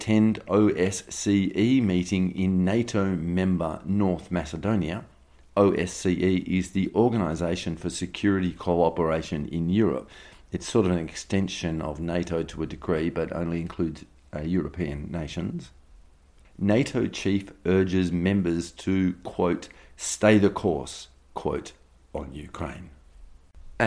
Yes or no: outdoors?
no